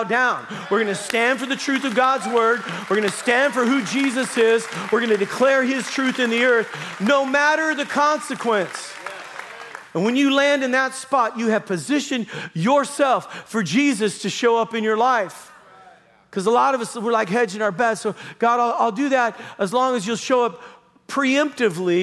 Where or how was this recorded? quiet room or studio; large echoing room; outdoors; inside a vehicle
large echoing room